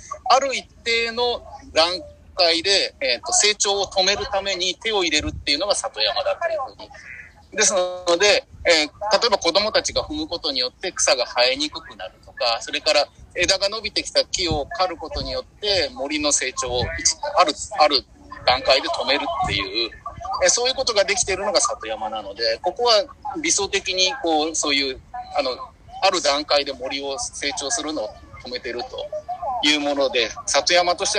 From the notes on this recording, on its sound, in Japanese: 大人も楽しいどんぐりの森 森のワールドカフェの様子を録音させていただきました！ 千葉県四街道市。